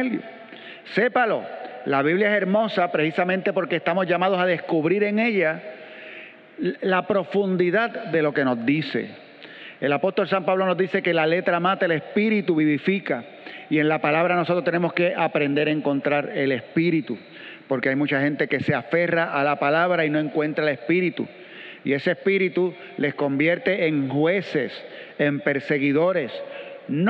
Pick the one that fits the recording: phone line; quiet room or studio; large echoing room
large echoing room